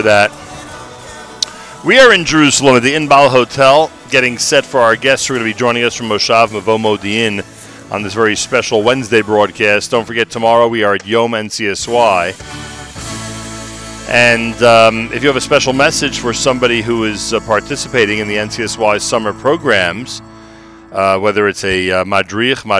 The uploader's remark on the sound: Live from The Inbal Jerusalem Hotel